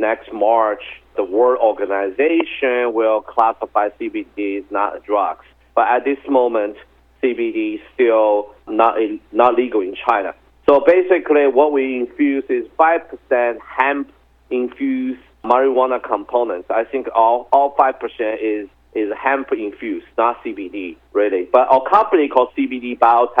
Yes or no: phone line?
yes